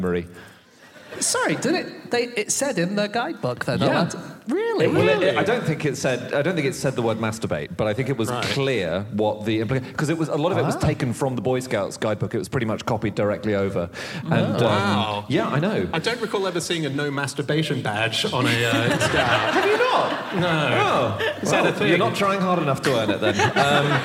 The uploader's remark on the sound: Live from Newcastle.